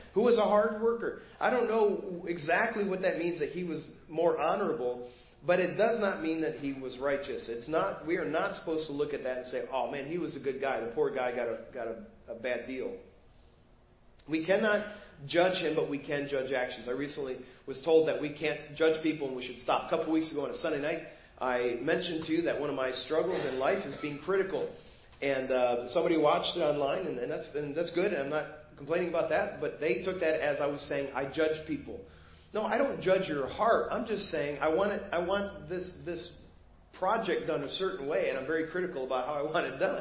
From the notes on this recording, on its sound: Preached at First Baptist Church of Hazel Park